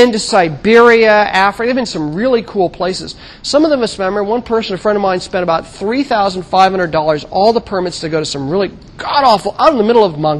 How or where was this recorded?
large echoing room